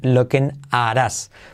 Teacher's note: Porque la T de at se convierte en R suave